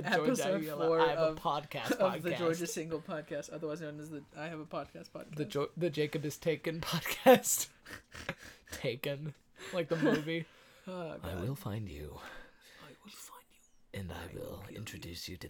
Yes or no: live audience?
no